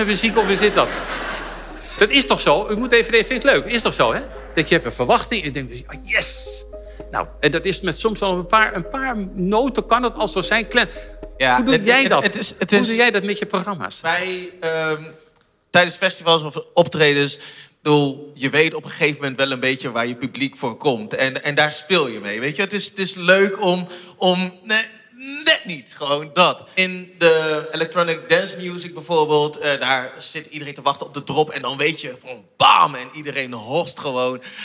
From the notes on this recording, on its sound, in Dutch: Opgenomen op 6 september 2021 in poptempel Paradiso tijdens 'The Science of Music' van de Universiteit van Nederland.